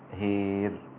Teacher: وهار أمال شعبة كلمة الألف من هار أصبحت هير هكذا، والإمالة هي الإضجاع أو الانبطاح كما يقوله بعض علماء التجويد في كتبهم.